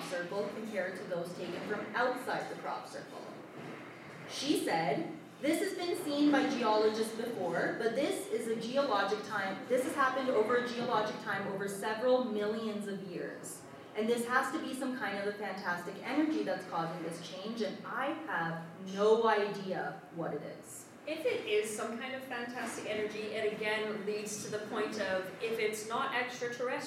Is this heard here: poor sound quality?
yes